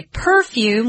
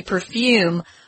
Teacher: Some people say perfume with the accent or stress on the first syllable. · Shown in: first take